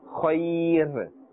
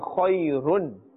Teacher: But since we are stopping here, we are making waqf, which means to stop. Therefore, we are not pronouncing the dhammatain, those two dhammas, and we are giving the raw a temporary sakin, a temporary jazm. · Shown in: first take